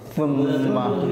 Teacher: সার মাখরাজ জিব্বার আগা উপরের দাঁতের আগা হ্যাঁ হ্যাঁ দেখেন সুম্মা জিব্বার আগা দাঁতের আগা ঠিক আছে হ্যাঁ